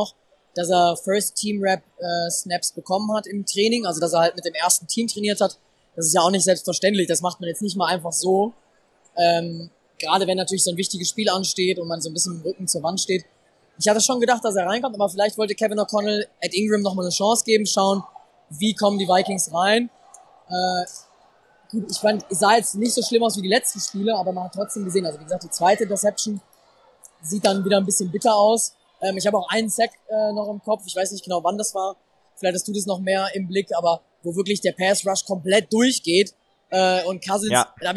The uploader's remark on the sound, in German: Review live aus Charlotte. Wir haben unmittelbar nach dem Spiel eine kurze Analyse des ersten Saisonsiegs aufgenommen und die Stimmung vor Ort für euch eingefangen.